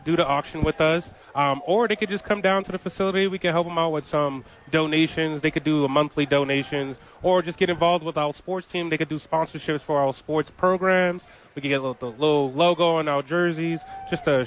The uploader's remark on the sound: live from Top Golf for the YMCA Charity event